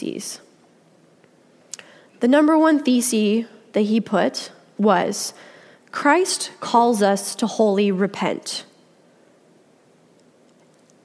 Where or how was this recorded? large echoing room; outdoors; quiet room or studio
large echoing room